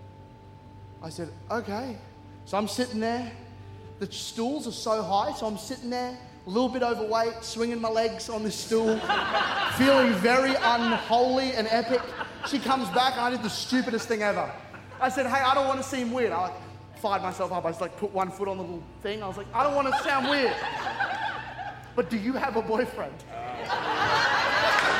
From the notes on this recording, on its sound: C3 Powerhouse. Recorded during our 5pm service on Sunday, the 14th of January 2024.